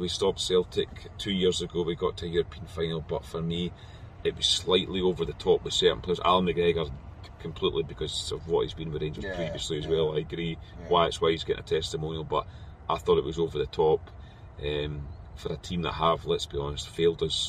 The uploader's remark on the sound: Last reaction from the car this season after leaving Ibrox.